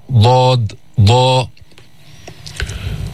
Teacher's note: وقلنا ليست حرفا شديدا، الضاد حرف رخو، يعني يجري الصوت، يجري الصوت عند النطق بها